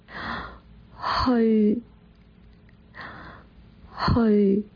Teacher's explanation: 大家从音波里面听一听，能不能发现我这口气在发音之前是吸了的 · Term: 气声